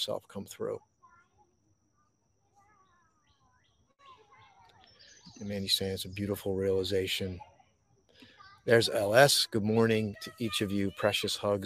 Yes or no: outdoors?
yes